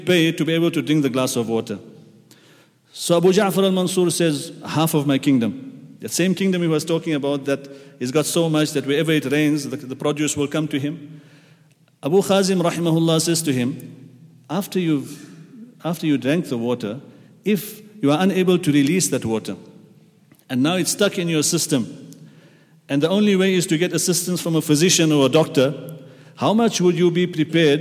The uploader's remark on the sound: at the Houghton Masjid (West Street)